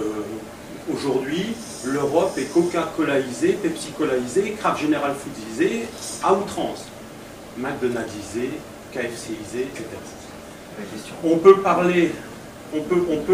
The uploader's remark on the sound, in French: Une conférence en deux parties